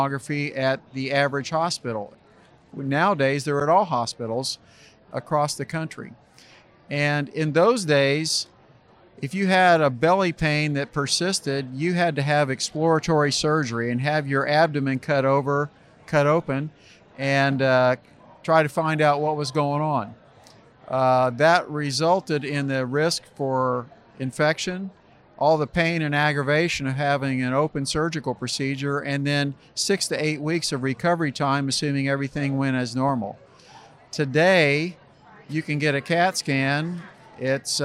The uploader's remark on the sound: This week's episode is a little noisy, because we had an event! Interviews a wide variety of people from the IRHA Annual Conference this year in French Lick,. The conference took place for three days.